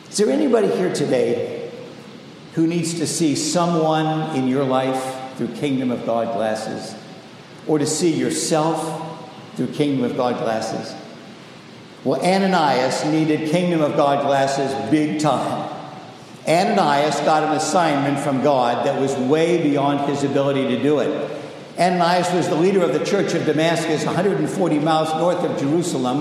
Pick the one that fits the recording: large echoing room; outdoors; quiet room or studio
large echoing room